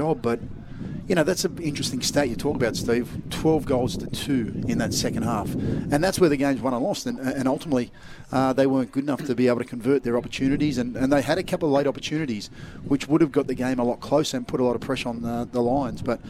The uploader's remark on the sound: Live from Woy Woy oval at the local Rugby Finals. Some other interviews live on site.